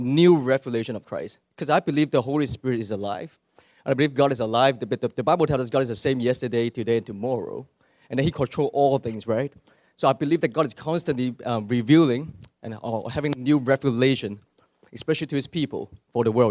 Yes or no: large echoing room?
yes